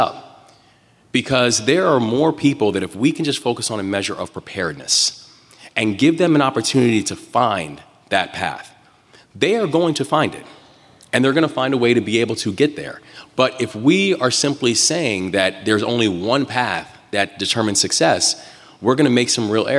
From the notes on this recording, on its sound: Live in Washington D.C. Live and on stage.